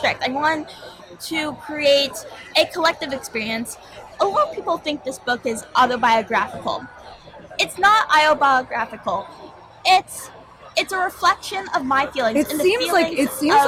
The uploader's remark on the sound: at the 19th annual East Hampton Library's Authors Night